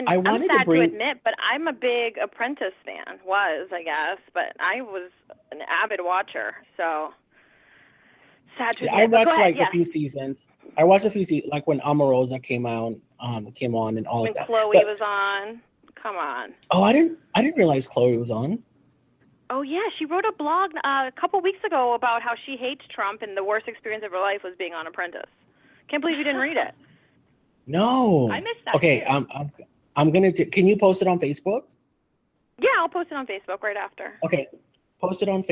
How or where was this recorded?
phone line